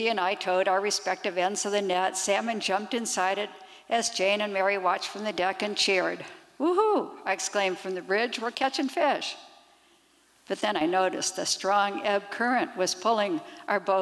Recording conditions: live audience